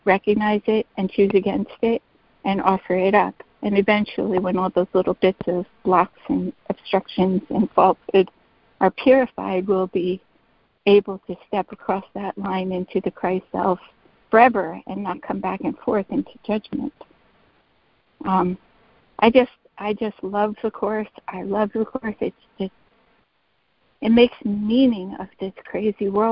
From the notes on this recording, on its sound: ACIM Daily Conference Call.